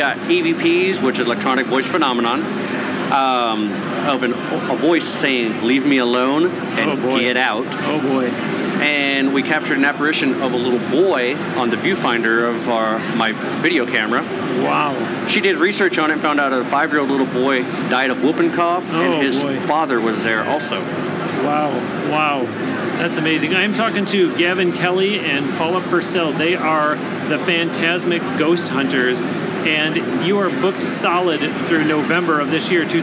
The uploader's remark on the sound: sat down for a Q&A as well during the Winter 2017 NAMM show in California